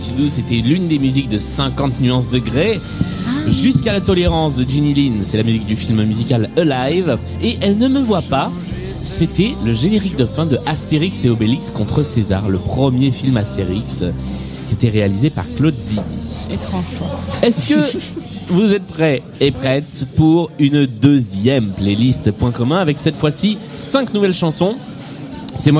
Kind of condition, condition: setting, busy venue